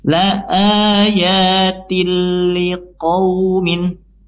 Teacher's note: ya, kemudian ada tiliqaumin tiliqaumin, sini ada idgham bila guna yaitu tanwin tadi tin kasrah melebur langsung masuk secara langsung ke huruf lam tanpa dengung